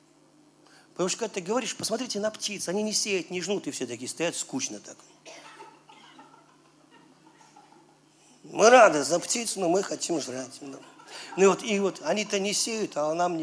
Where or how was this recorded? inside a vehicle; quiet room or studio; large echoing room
large echoing room